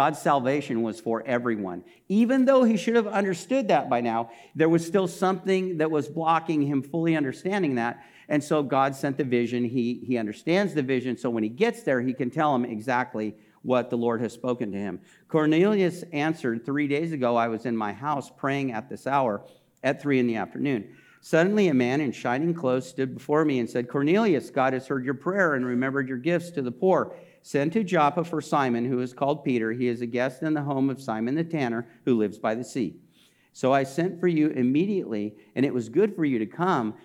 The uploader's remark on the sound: This message was recorded during a Sunday service on May 22, 2022